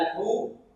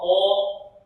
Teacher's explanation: إذا هنا نرقق الحاء الحو، ثم نفخم الطاء طو